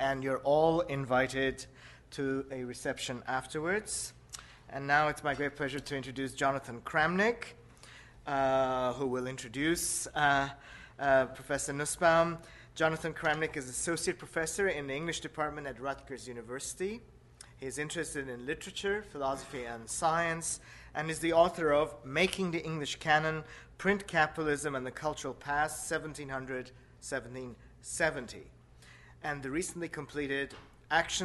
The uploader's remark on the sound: delivers the 17th annual Bliss Carnochan lecture at Stanford